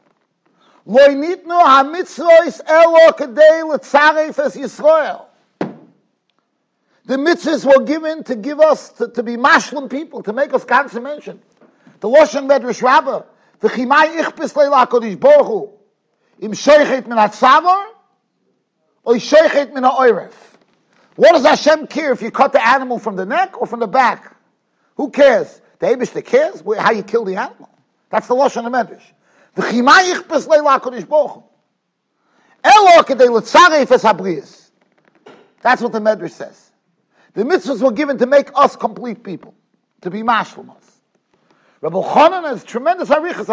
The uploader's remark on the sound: Shiur recorded in Yeshivas Ohr Reuven, Monsey NY.